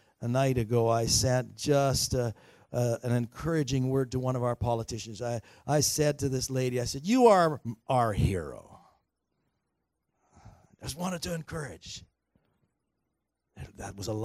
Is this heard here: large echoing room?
yes